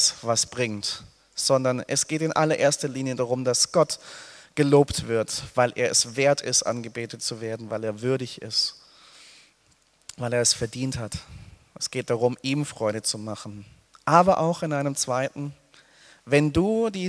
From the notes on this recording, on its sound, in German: aus dem Gottesdienst der Liebenzeller Mission